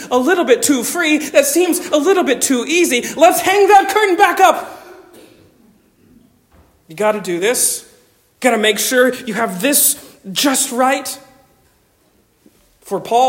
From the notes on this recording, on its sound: Delivered on 5 November 2023 at Stonington Baptist Church, Paxinos, PA. Delivered on 5 November 2023 at Stonington Baptist Church, Paxinos, PA.